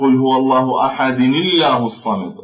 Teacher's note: فعندما لم أقف على الدال لا يظهر الصويت الصغير بعد الدال، أما عندما أصيل عندما لا أقف لا يظهر، أما عندما أقف عليها يظهر الصويت.